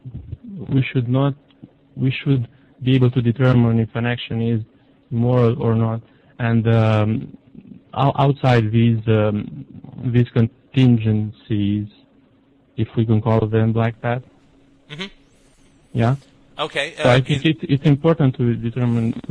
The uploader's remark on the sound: Call In Show